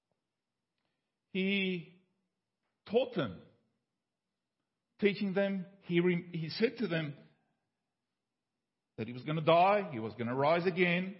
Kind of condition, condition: setting, large echoing room